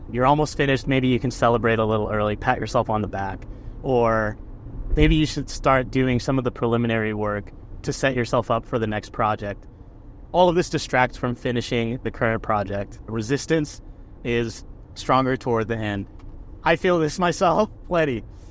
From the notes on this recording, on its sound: I recorded in the car